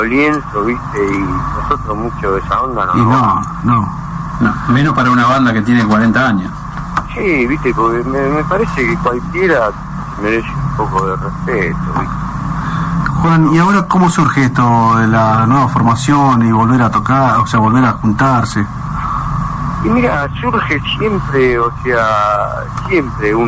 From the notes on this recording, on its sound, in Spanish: Nota telefónica.